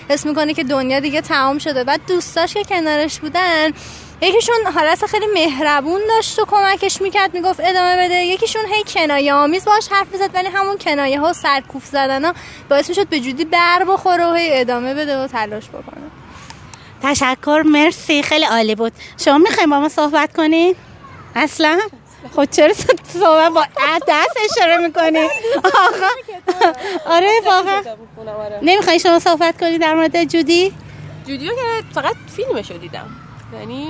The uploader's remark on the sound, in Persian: مصاحبه مردمی. کاری از استودیو صداهای همراه.